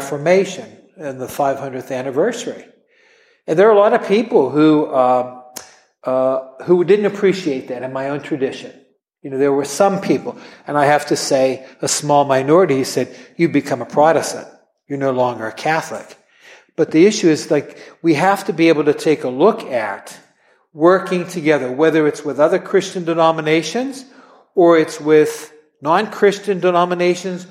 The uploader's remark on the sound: at an event we recently hosted